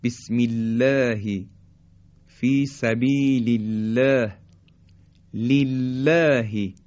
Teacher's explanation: زمانی که کسره قبل از الله بیاد اینجا دیگه ترقیق و نازک، مثل بسم الله فی سبیل الله لله، این هم نازکی و ترقیق حرف لام.